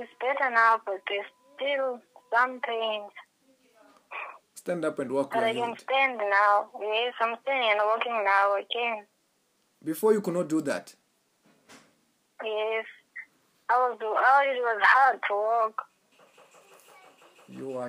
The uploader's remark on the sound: Healing over the phone in cape Town.